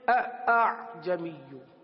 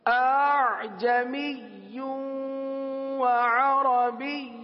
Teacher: پہلے حمزہ کو تو تحقیق کے ساتھ ادا کرنا ہے آ، لیکن دوسرے حمزہ کو نرم کر دینا · Shown in: second take · یعنی اس کی تحقیق ختم کر دینی. · Term: تسہیل